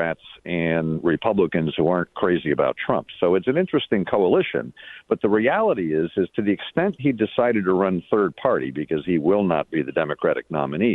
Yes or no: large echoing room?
no